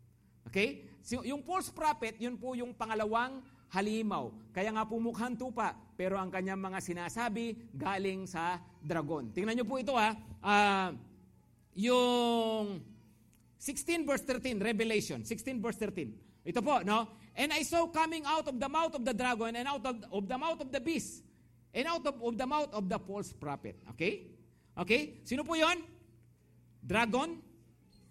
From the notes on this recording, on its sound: Preached last August 20, 2023 at Grace Testament Church's 5pm service.